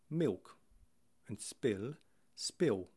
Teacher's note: in some lower class accents, particularly estuary, you are likely to darken or vowelize that L when it comes after a vowel